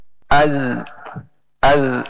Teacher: Zal. Ujung lidah. Ketemu dengan ujung gigi seri atas. Disukunkan.